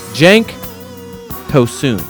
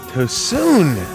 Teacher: The only pronunciation issue really on the last name for Cenk is the U at the end. It is simply an oo sound. So the stress is more in the second half of his last name, which makes this Everton season-saving long shot striker's name Cenk Tosun.